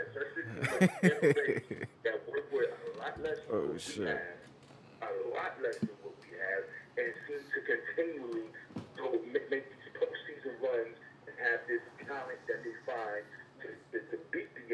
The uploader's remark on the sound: GMB 10/28/2020 Phone Call